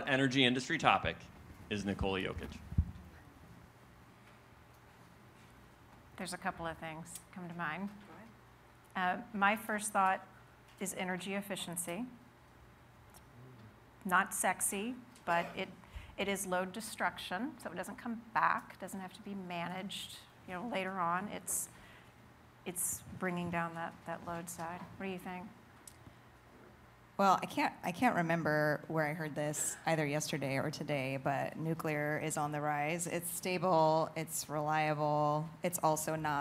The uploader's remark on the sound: LIVE! From the main stage at The Energy Authority's 2023 Energy Symposium.